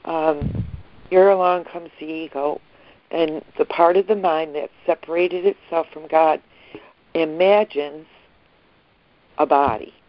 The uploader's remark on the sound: ACIM Daily Conference Call